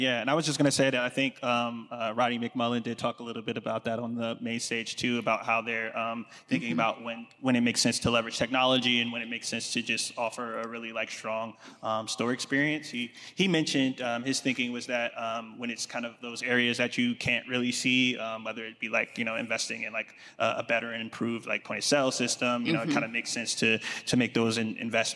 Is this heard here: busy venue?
yes